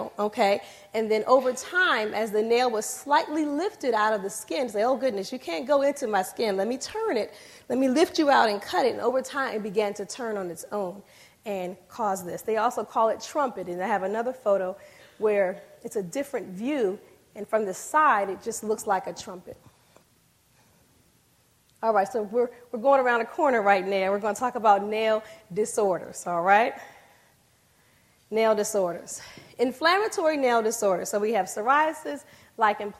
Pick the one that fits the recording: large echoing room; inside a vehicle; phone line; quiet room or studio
large echoing room